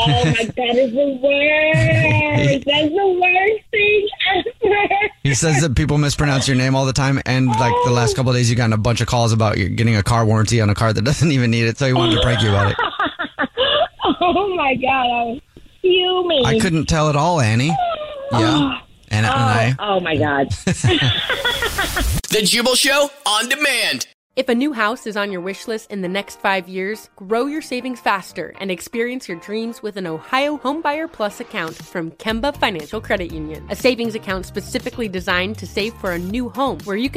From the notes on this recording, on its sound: in this Phone Prank!